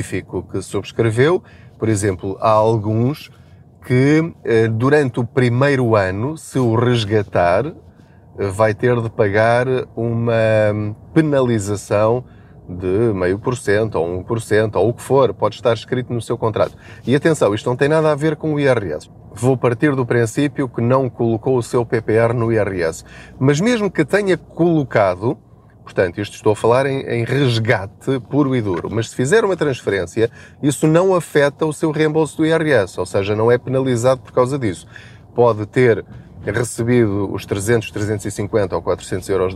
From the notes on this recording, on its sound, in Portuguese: Não ligue aos barulhos da viagem.